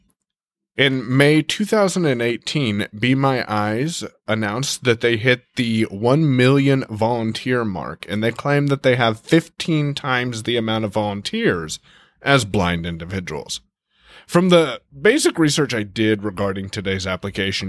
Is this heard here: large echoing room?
no